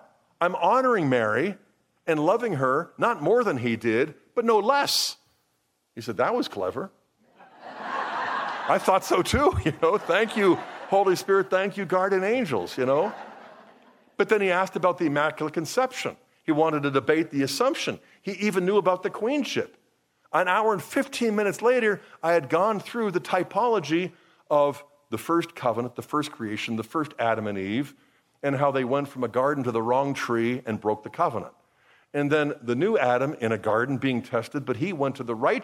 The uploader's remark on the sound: was given at the 17th Magnificat International Leaders Conference in Pittsburgh, PA, on October 7, 2023.